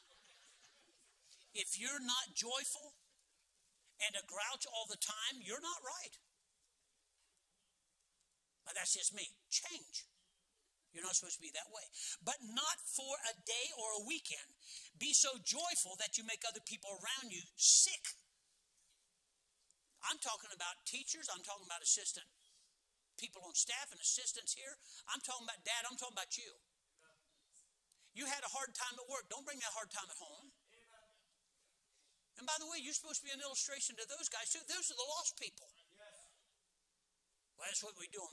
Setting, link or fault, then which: setting, large echoing room